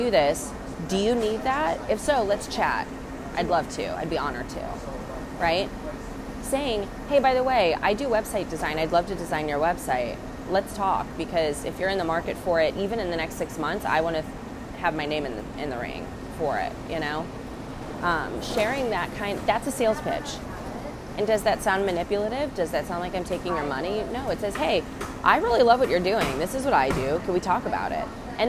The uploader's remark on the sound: Walk and Talk